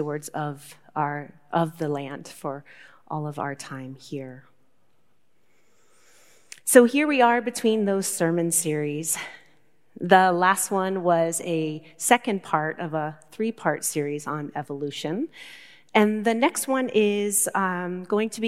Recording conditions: large echoing room